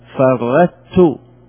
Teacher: أدغموا الطاء في التاء، وذلك بتحويل الطاء إلى تاء